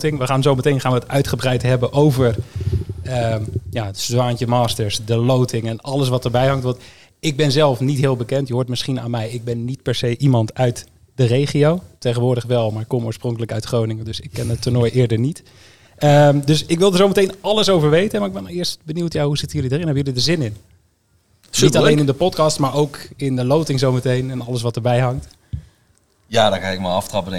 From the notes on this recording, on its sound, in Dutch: opgenomen op een prachtige locatie: Café 't Zwaantje in Eindhoven